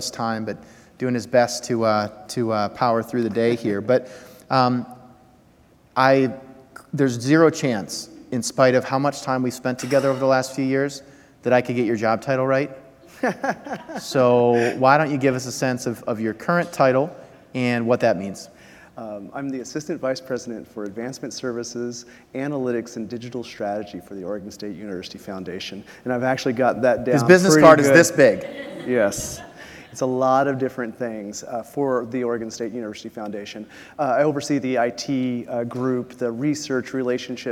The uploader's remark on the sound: Live from RAISE2019